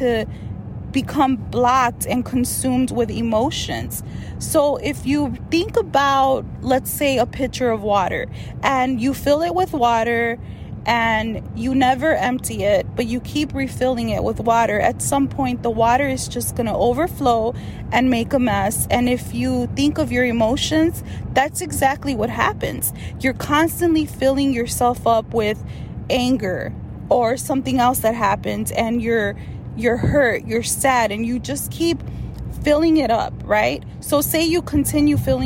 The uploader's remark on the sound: This episode is a little different because I am coming straight to you from my car! Yes girl we are in the middle of this Texas storm and without power.